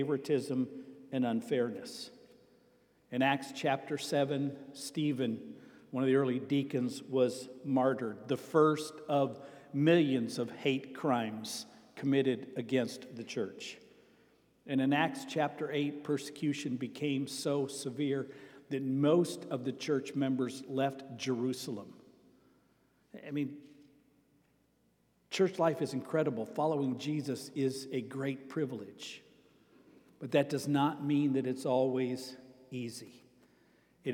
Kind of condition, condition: setting, large echoing room